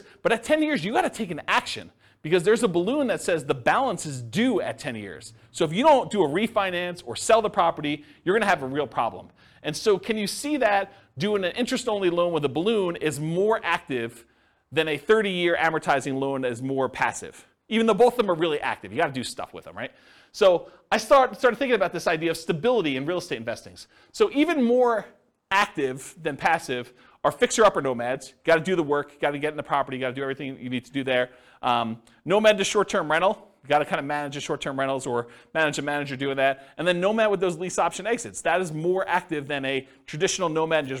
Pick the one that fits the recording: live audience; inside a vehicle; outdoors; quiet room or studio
live audience